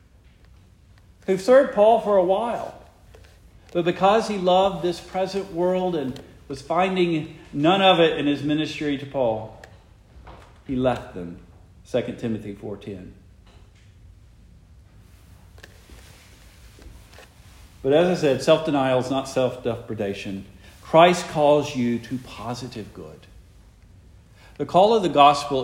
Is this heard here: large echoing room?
yes